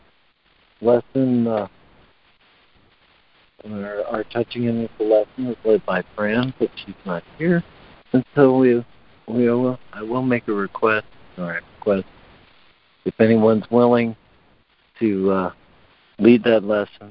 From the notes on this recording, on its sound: ACIM Daily Conference Call